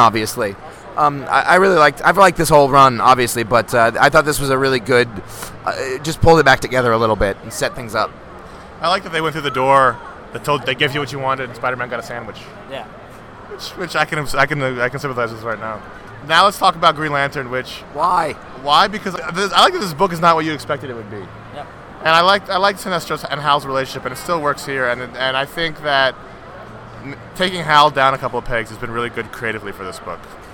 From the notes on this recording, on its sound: NEW YORK COMIC COOOOOON! After plans fell through to do the show as usual, the guys are forced to record a truncated episode from their table in Artist’s Alley on Sunday afternoon, the last day of the show.